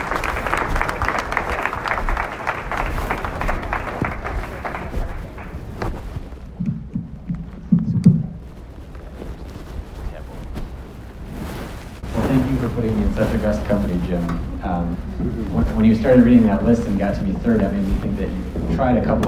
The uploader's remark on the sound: Alternative Energy Resources Expo. Gave a keynote address to the annual meeting and expo of AERO, a Montana organization.